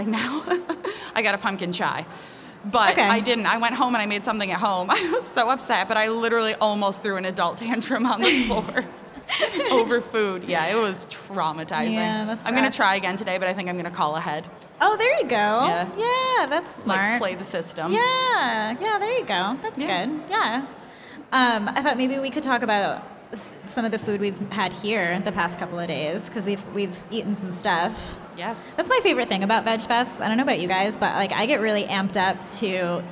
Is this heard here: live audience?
yes